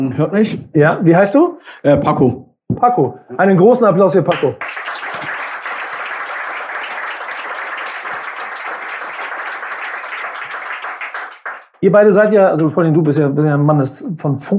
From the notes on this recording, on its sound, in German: Die „Grüne Bude“ veranstaltet den Live-Podcast „BUDENSCHNACK“. Im Werder-Hausboot auf der Weser (Adresse: Tiefer 1).